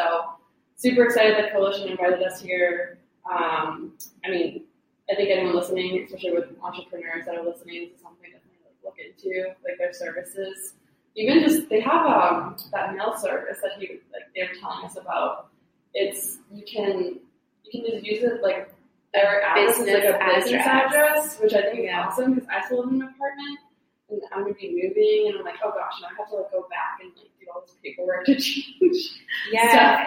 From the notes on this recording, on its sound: the audio is a little echoey so bear with us